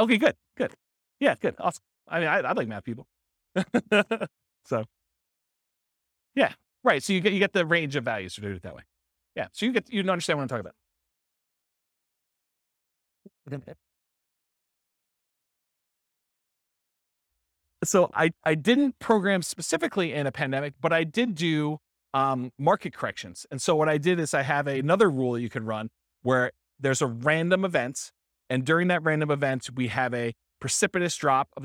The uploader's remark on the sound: This was a live class recorded.